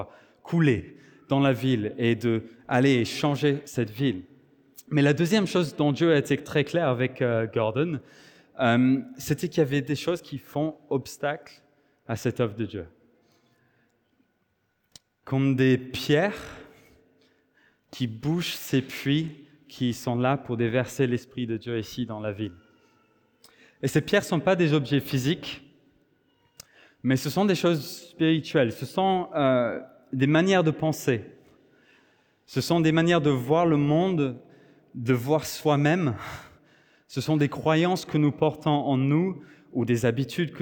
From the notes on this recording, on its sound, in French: Enregistré à l'église CVV, le 10/09/2023